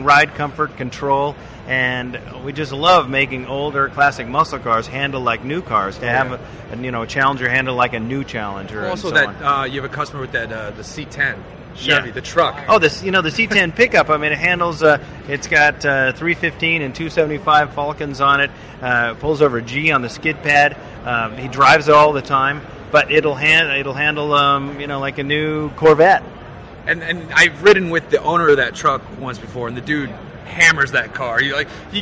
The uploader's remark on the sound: We're live from the SEMA show floor